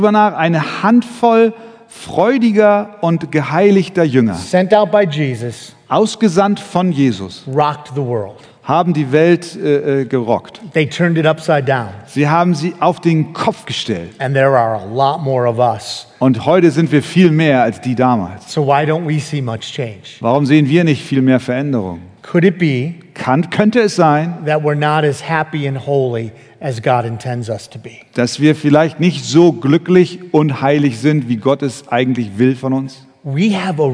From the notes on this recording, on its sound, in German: Eine Predigt im Rahmen der Eckstein-Konferenz